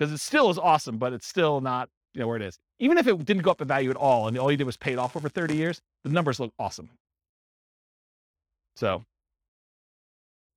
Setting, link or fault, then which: setting, live audience